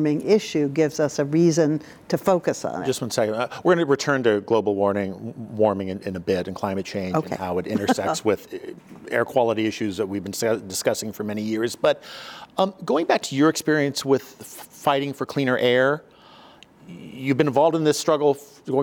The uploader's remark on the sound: This event was streamed live from the ASU California Center in the historic Herald Examiner in downtown Los Angeles on January 27, 2022